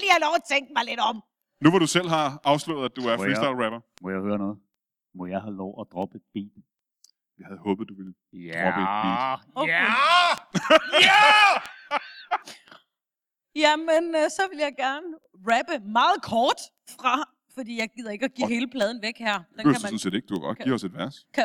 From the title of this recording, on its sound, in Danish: LIVE fra Esbjerg